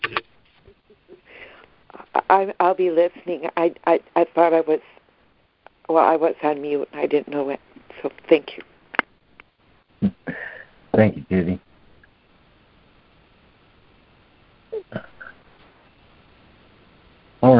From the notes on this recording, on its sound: ACIM Daily Conference Call.